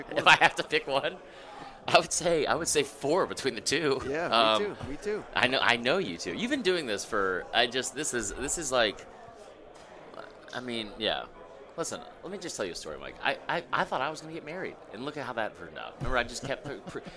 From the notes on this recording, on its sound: live from 2023 SEC Media Days!